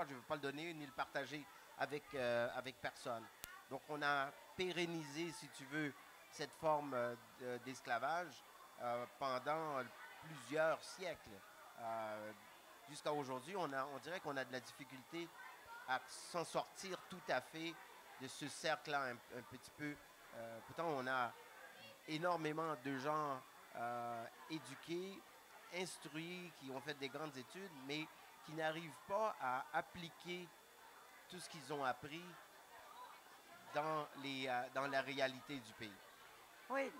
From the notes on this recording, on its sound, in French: au Salon du Livre Francophone de Toronto